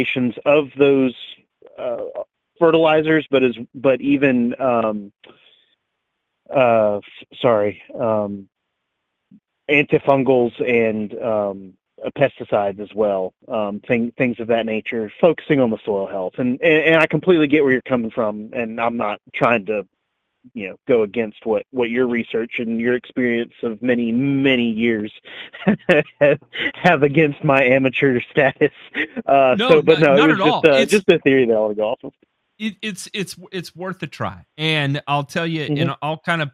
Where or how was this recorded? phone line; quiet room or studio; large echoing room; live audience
phone line